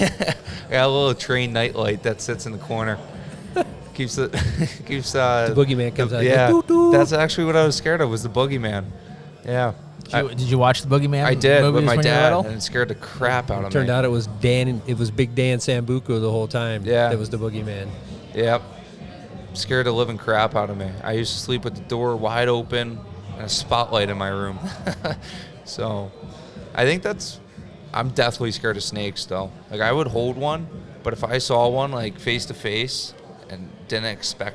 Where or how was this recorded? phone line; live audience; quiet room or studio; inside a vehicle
live audience